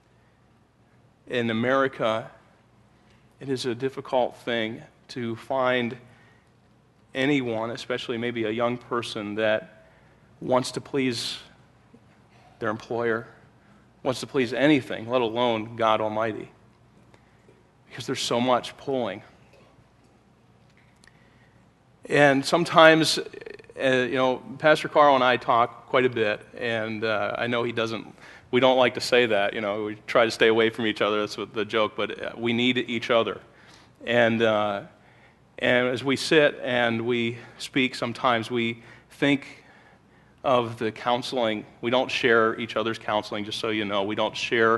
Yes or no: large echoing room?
yes